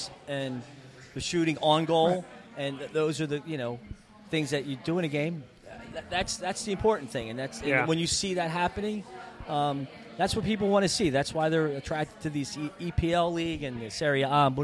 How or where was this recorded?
busy venue